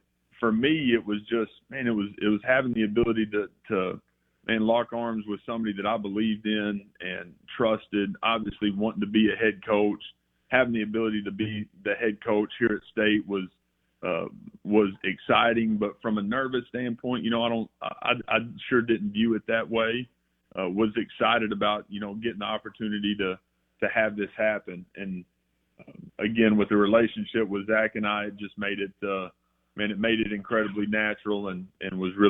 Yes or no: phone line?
yes